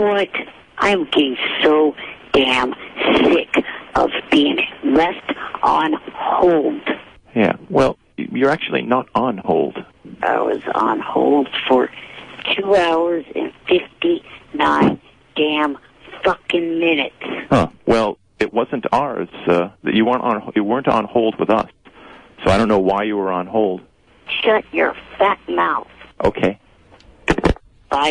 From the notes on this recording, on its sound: Prank Phone Calls Collection